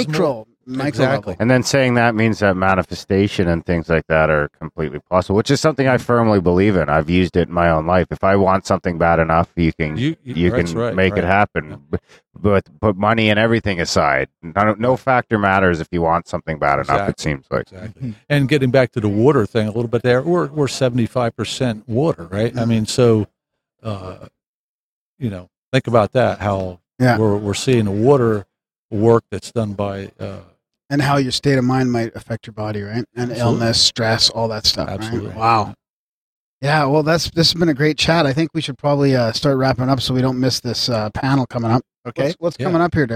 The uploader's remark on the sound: Grimerica Goes to Paradigm 2014. Episode recorded live at the Paradigm Symposium 2014 Minneapolis Minnesota, Oct 2-5 at The Women’s Club.